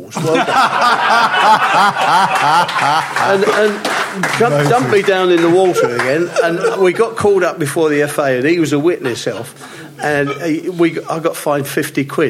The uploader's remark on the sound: Live from The Albany on Great Portland Street